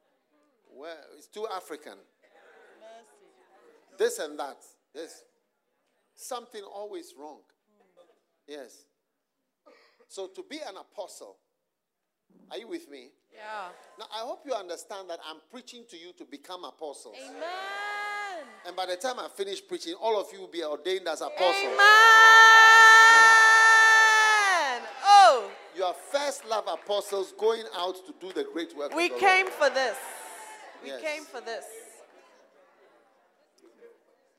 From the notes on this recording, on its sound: Preached at the Use It or Lose It Camp, USA.